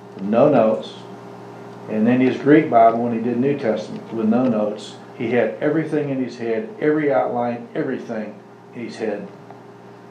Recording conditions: large echoing room